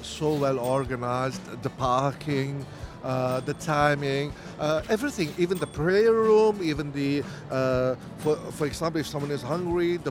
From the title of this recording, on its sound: Live from SIBF 2023